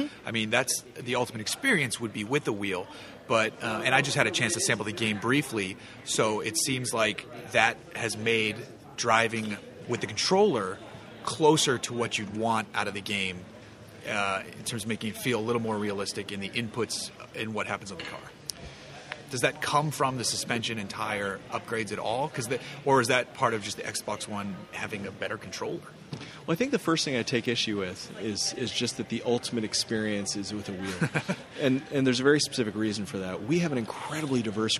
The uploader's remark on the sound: This week we bring you a special episode of the Hooniverse podcast live from the XBox One launch party in Hollywood